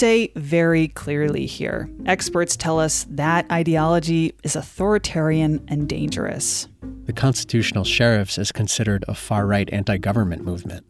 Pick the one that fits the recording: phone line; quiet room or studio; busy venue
quiet room or studio